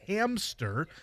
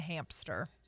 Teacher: I put the P on it, and I noticed that it's you're not supposed to. · Shown in: first take